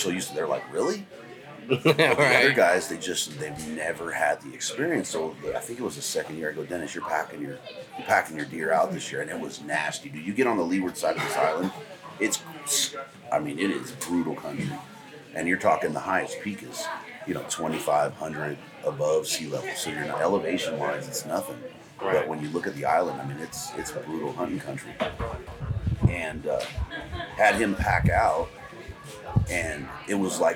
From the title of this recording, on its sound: Live From Western Hunt Fest